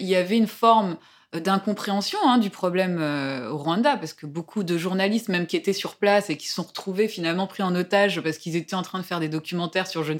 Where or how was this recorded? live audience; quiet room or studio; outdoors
quiet room or studio